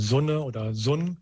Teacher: in einigen Regionen wird es stimmhaft ausgesprochen, wie im Hochdeutschen Sonne